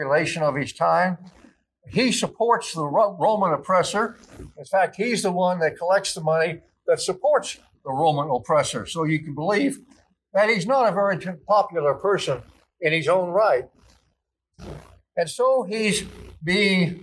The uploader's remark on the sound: Each weekly podcast episode is a live recording from our church in San Jose, California of the Gospel reading followed by an Episcopal Sermon based on that reading.